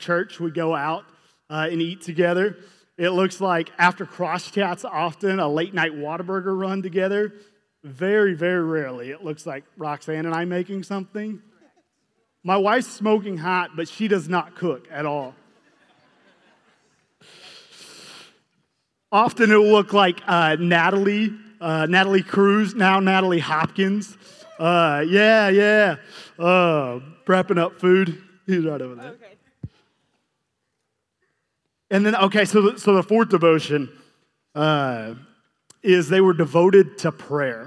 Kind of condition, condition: setting, live audience